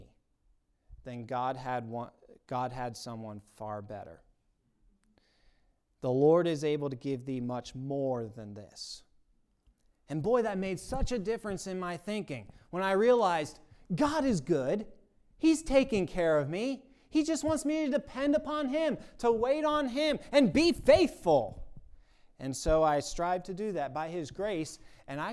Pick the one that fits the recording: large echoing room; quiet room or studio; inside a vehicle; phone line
large echoing room